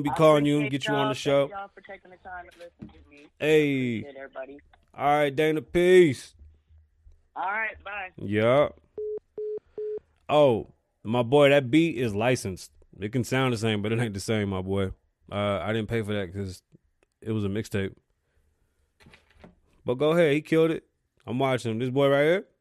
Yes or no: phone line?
yes